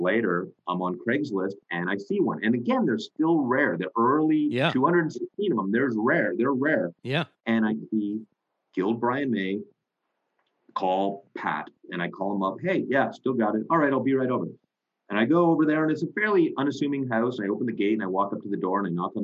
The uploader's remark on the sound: Chat with me via zoom.